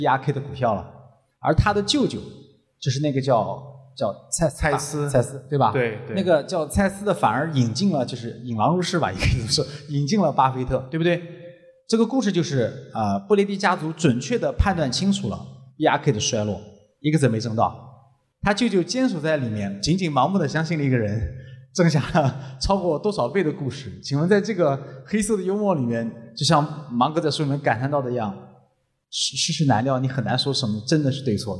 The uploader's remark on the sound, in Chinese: 这期节目是我们 《芒格之道》线下读书会的第二部分。来到位于上海的CCPA中文播客艺术中心，参与了节目的现场录制。邀请到了几位来自不同城市的宝藏听友上台分享。